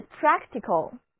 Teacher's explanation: 这两个字母 C 都发作清辅音 K。